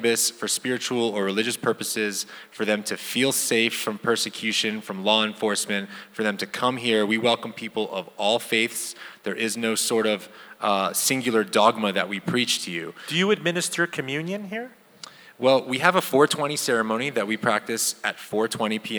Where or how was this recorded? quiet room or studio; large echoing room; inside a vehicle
large echoing room